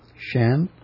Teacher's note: in the case here of the Chinese character Shan, it's a rising pitch